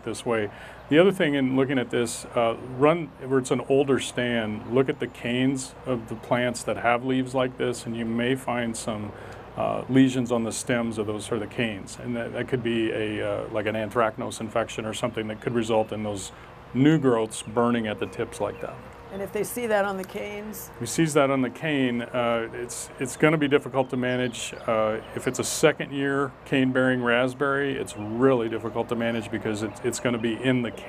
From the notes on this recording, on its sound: Backyard Farmer records a special program from Lauritzen Botanical Gardens in Omaha, Nebraska